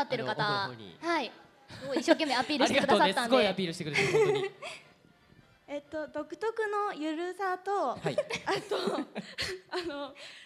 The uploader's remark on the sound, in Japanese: 先日行われたサンリオ国との同盟会談=公開録音の模様。